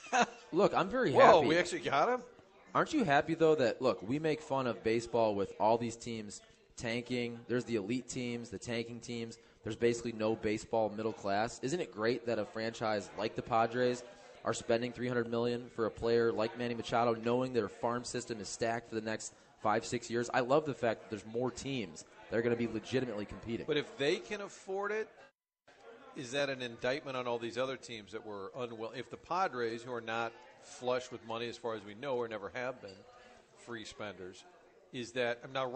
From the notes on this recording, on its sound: broadcasting live from 1860 in Soulard